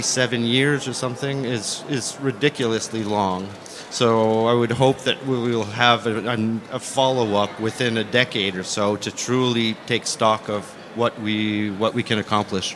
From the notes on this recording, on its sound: The conversation took place as part of the SDG Media Zone sessions at the UN Water Conference. The conversation took place as part of the SDG Media Zone sessions at the UN Water Conference.